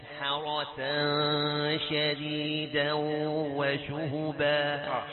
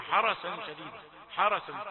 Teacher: أن الحاء رقيقة والراء مفخمة · Shown in: first take · وأن كثيرين يخطئون فيقولون حرسا شديدا حرس يفخمون الحاء، فهو حرص على أن لا يفخم الراء حاء راسا حرسا.